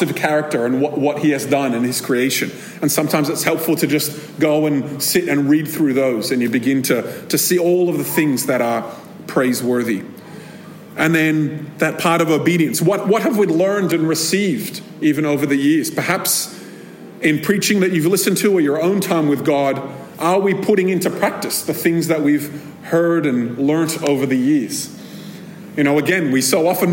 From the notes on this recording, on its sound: This episode was recorded at a Thrive Community gathering.